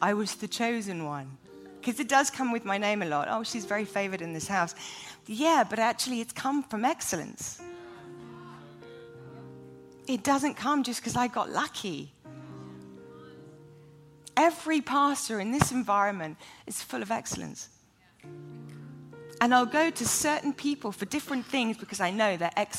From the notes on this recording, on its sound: Taped live in front of a student audience at the Bethel campus in Redding, CA.